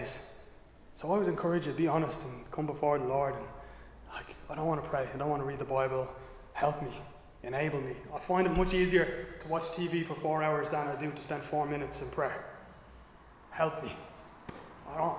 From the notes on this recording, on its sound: Recorded live in Liberty Church on 7 August 2022